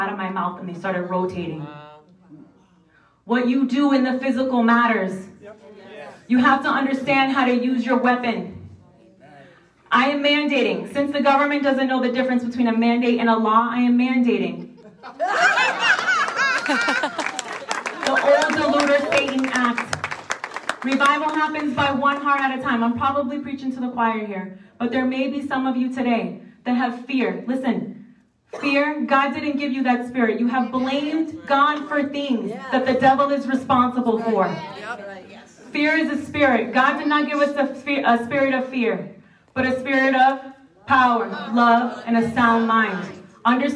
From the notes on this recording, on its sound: A special LIVE talk. Christian Revolution LIVE event New Hampshire.